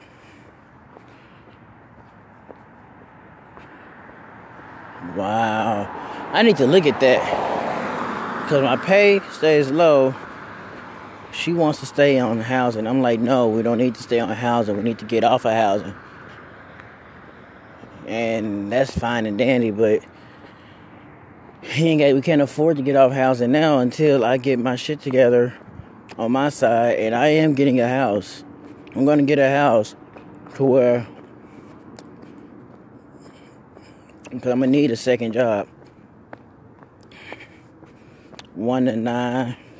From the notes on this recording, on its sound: Up walking and talkin.